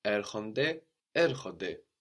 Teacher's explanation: So we have o n t a i for our ending. And again, we have the nt combination, which gives us nd or just d